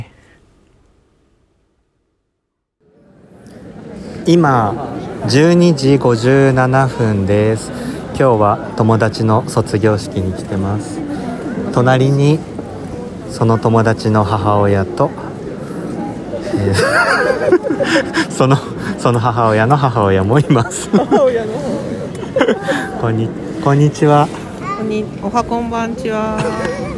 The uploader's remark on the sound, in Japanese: 野外での収録もあるので風の音など